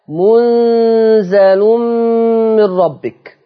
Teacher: بدل ما يبقى مشدد يبقى مخفف، يبقى هيعمل اخفاء. ما هو طالما بقت نون ساكنة وراها زاي من حروف الاخفاء